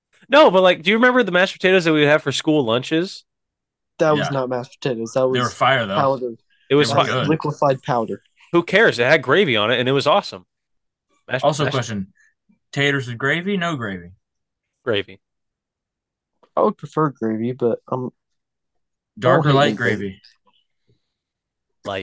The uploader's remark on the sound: This episode was made possible because of Zoom